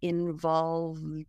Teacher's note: the E is silent and it just sounds like a D. So the V goes straight into the D sound. · Term: ED ending